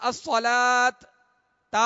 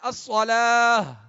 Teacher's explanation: تیسرا طریقہ یہ کہ اگر آخری حرف گول تا ہے تو گول تا کو ہائے ساکنہ سے بدل کر وقف کریں گے · Shown in: second take